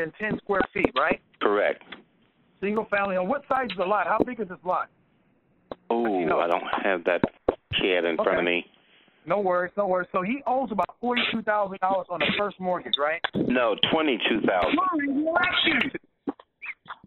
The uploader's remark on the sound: Q&A Call 2016-04-11